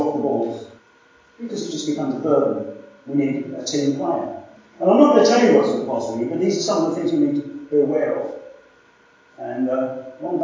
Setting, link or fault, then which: fault, poor sound quality